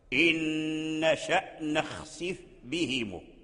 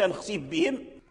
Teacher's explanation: تلتصق رؤوس أسنانك عند ظاهر شفتك في الفاء، ثم تنتقل مباشرة إلى إطباق الشفتين عند الباء · Shown in: first take